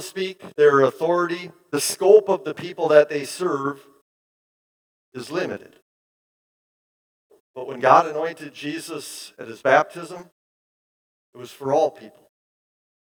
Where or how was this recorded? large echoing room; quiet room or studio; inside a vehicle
large echoing room